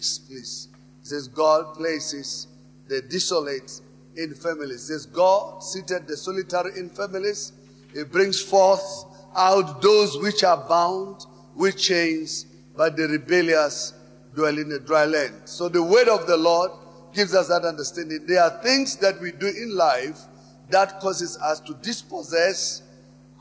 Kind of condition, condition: setting, large echoing room